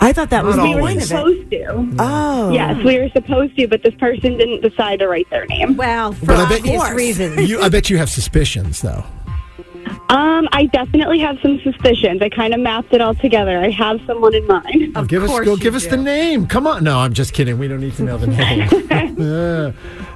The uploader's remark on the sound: The MAGIC listeners called in to share!